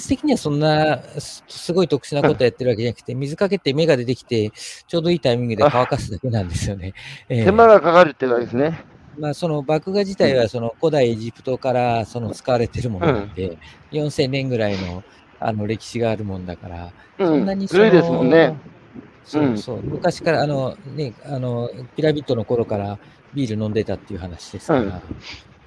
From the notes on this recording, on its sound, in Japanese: 歩きながら1時間、対談する。